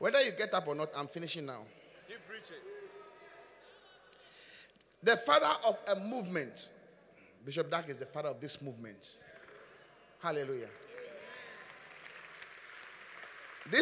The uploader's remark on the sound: Preached at the Qodesh. Encounter Service.